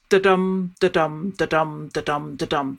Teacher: the feet go unstressed, stressed · Term: iambic pentameter